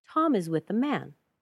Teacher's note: Long, short, short, short, long.